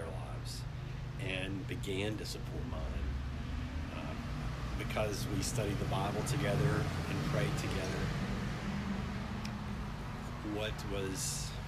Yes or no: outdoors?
yes